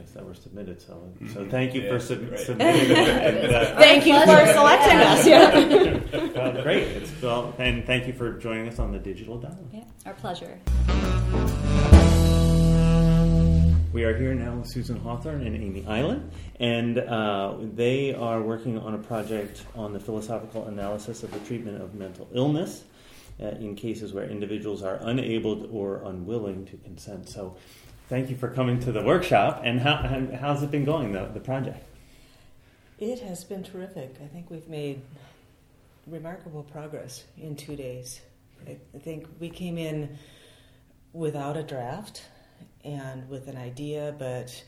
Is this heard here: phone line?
no